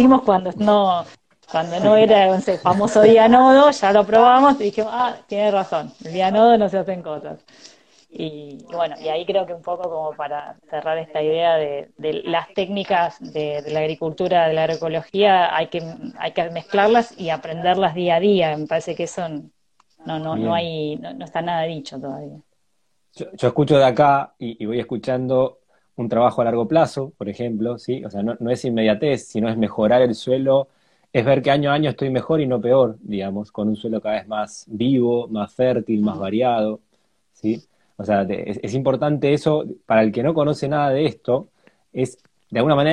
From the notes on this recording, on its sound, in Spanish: Audio de la charla en vivo por Instagram